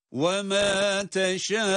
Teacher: Teşâûne derken burada da yine meddi muttasıl 4 elif miktarı kadar uzatılabilir.